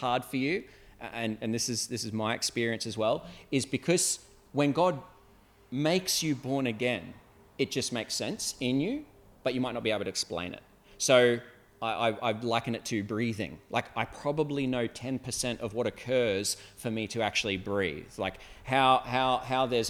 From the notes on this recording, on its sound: at Clarence Valley Community Church, South Grafton.